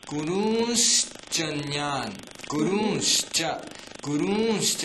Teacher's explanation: तर्हि गुरून् च अन्यान्, अत्र गुरून् च अन्यान्. इदानीं गुरून् प्लस् च, तत्र नकारस्य स्थाने अनुस्वारः प्लस् शकारः. · Term: श्च्युत्वसन्धिः